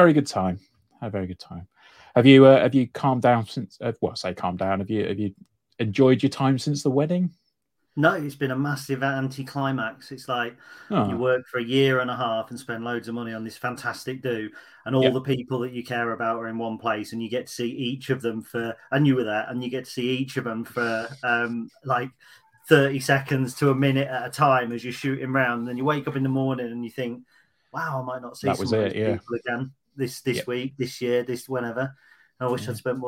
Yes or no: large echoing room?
no